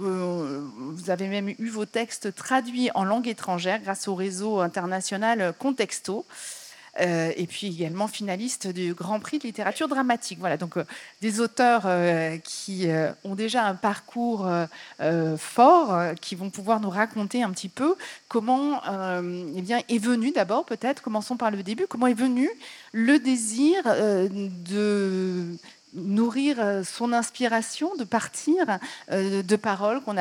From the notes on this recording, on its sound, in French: Tel est le thème de la rencontre qui s'est déroulée le 22 juillet 2023 Village du Off du festival d'Avignon en partenariat avec ARTCENA.